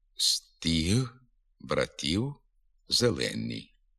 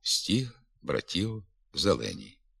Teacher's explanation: Тверда вимова зубних перед гострим «і» досягається творенням після зубного приголосного голосного звука неоднорідної артикуляції. Спочатку вставляється коротке, слабке, широке «і», що потім переходить у гостре «і» з тривалим звучанням. · Shown in: first take